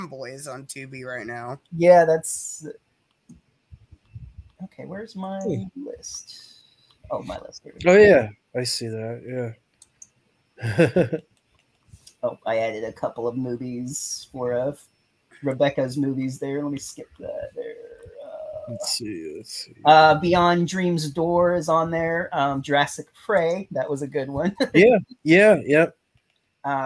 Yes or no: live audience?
no